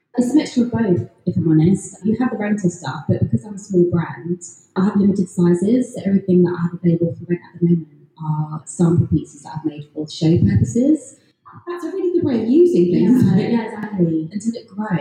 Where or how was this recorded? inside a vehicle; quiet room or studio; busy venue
busy venue